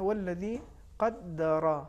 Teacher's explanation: اس میں چونکہ را پر زبر ہے تفخیم کے ساتھ ادا ہونا چاہیے